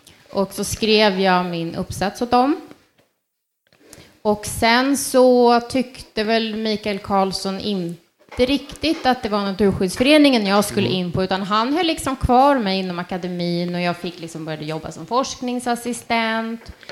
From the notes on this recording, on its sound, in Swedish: Livepodd Från Södertörns Miljövetardag. I detta avsnitt har vi livepoddat från Södertörns Högskolas miljövetardag.